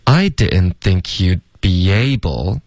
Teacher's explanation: 大家多注意这个 able 的双元音千万别发成 be able 是 beable，有一个 a，有一个滑动